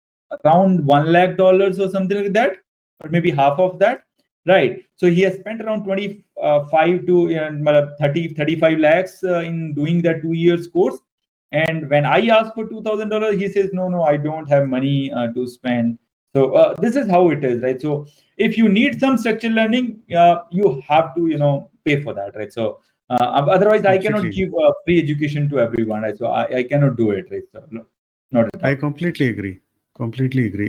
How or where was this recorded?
video call